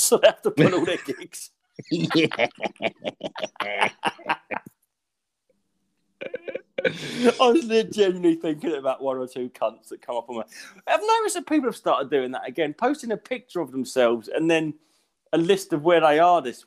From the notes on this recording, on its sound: Too many truths means this pod is glitchy as F, it was a choice between deleting it or just doing what we could and popping it out.